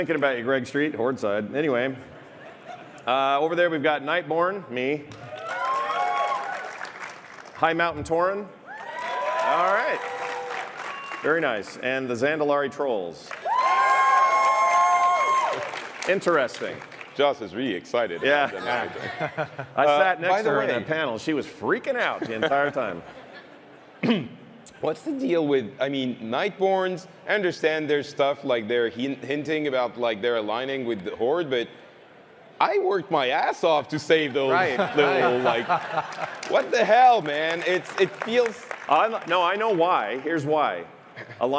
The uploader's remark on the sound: Our live panel from the Blizzcon Epic Stage!